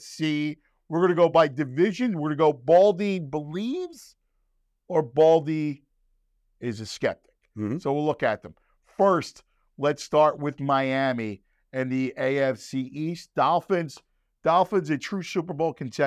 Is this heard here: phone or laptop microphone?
no